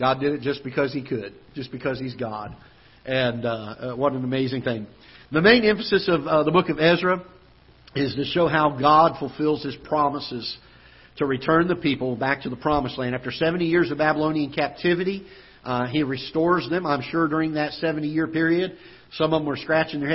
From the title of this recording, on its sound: Ketha Heights Baptist Church ~ Live Broadcast